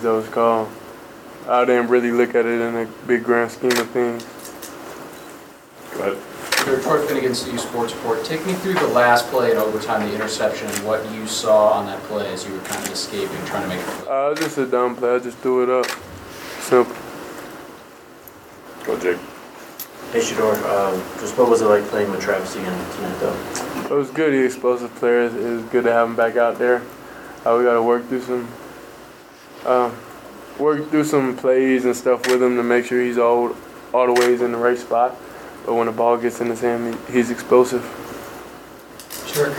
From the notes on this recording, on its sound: Post-game press conference. At Folsom Field.